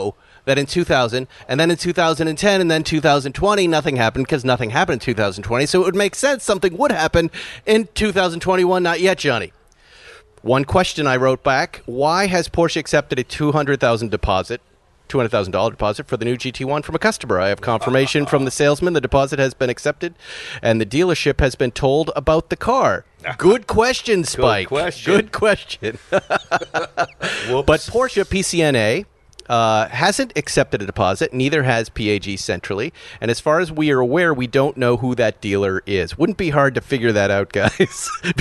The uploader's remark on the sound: Recorded live from the porch of the world famous Malibu Kitchen.